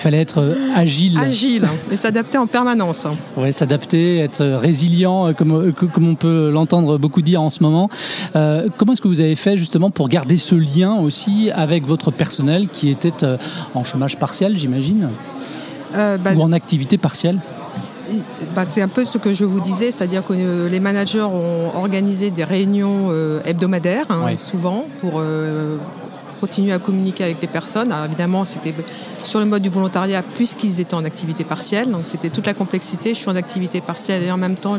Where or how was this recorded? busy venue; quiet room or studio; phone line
busy venue